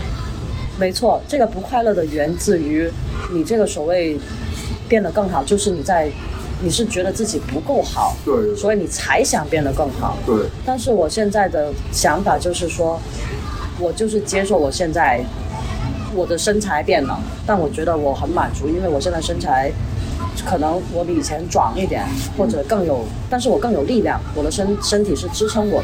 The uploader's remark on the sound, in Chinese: 本期为墨西哥户外录音，搭配旅游热门地夜生活的嘈杂，敬请谅解～